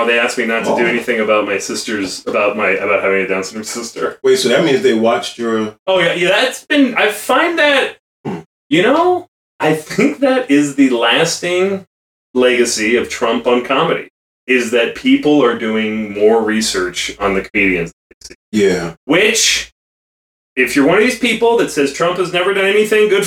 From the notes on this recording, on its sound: had some technical difficulties, so this week’s episode may sound slightly different